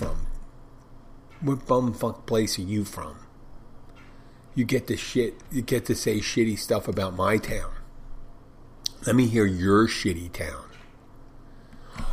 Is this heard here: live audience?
no